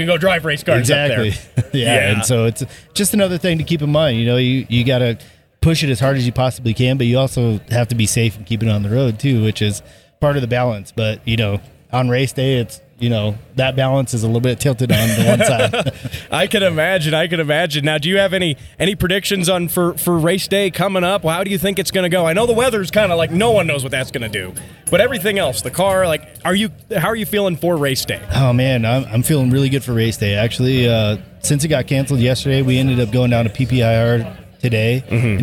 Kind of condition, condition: setting, busy venue